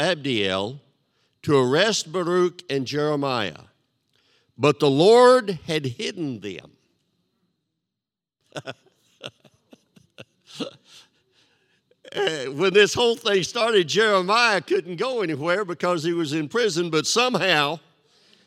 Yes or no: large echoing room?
yes